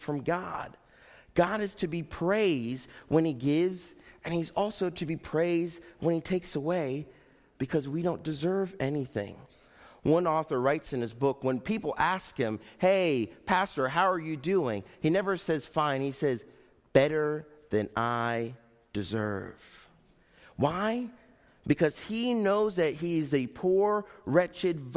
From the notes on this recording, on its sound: Faith Baptist Church in Hamilton, NJ.